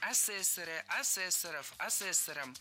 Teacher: В слове «асессор» ударение на втором слоге сохраняется во всех формах.